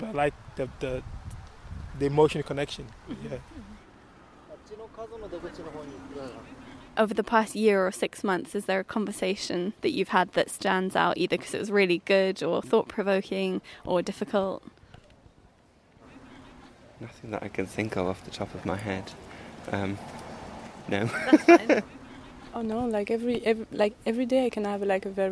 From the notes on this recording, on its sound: Walks around different parts of Camden asking passersby to talk to her for 5 minutes. The aim is to capture a cross-section of street life in this diverse and eclectic borough of London. The fourth episode was recorded on a hot, sunny Saturday on Primrose Hill.